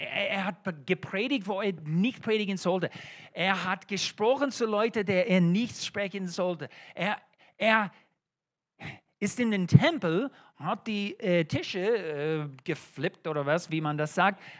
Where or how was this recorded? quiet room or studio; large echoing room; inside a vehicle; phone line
large echoing room